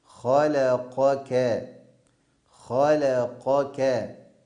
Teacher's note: يراعي القارئ أن يفصل بينهما ويميز بينهما، فيفخم القاف ويرقق الكاف